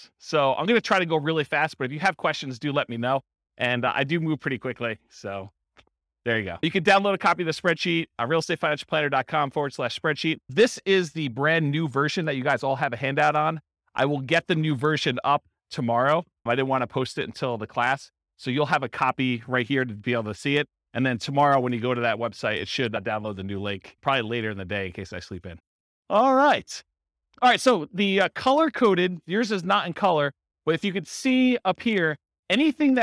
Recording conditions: live audience